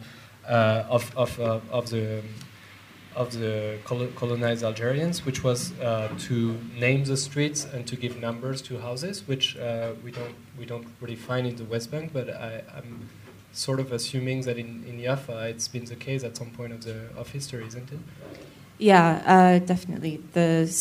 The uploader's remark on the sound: Conversation recorded live. At Columbia University Studio-X in Amman.